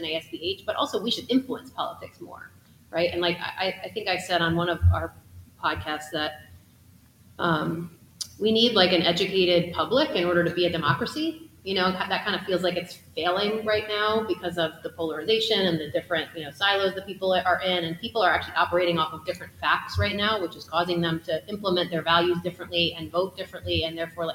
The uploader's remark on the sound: Live from the American Society for Bioethics and Humanities Conference in Portland, OR